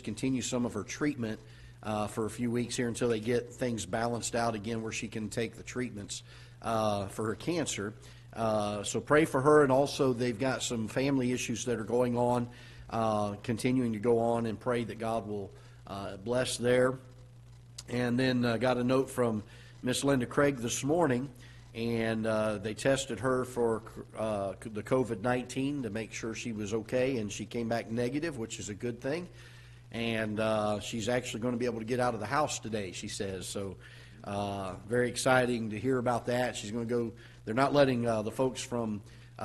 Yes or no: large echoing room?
yes